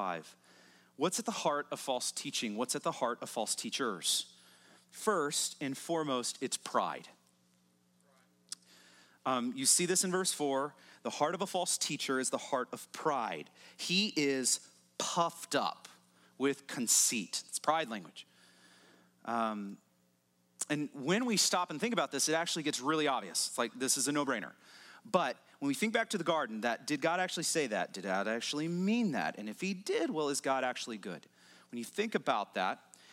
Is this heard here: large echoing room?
yes